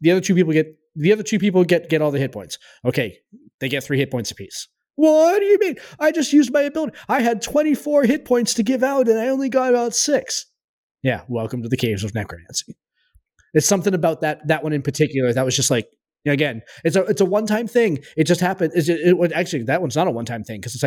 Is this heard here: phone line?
no